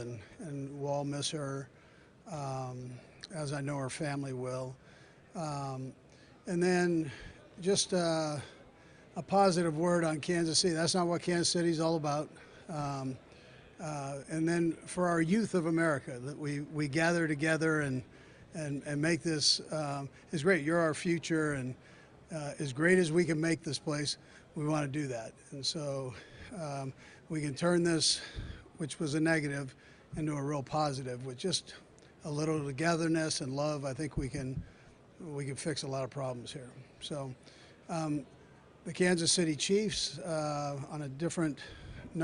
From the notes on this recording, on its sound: Live from the Combine.